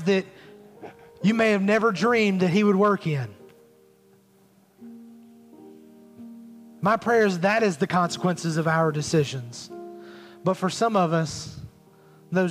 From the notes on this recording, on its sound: Recorded at Highland Baptist Church Molino FL